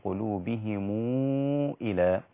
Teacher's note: فضم ورش ميم الجمع إذا جاء بعدها همزة